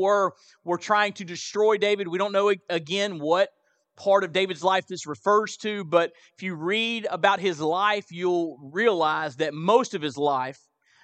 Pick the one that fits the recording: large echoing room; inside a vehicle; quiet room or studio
large echoing room